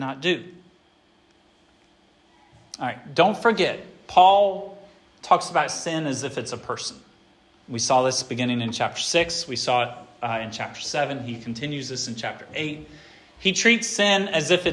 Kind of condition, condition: setting, large echoing room